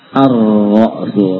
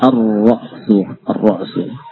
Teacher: tanpa membaca lam, ya, langsung ke ra'